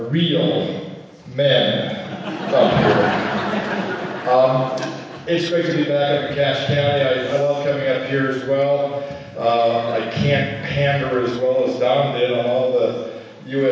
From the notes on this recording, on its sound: 2012 Cache County Utah GOP Convention Audio. Here is most of the audio for the 2012 Cache County Utah GOP Convention held at Mt.